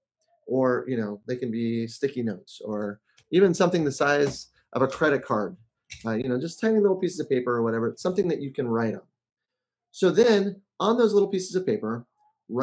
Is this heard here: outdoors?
no